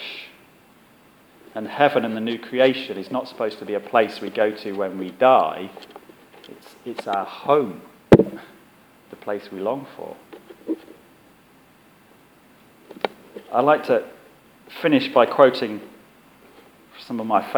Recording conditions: large echoing room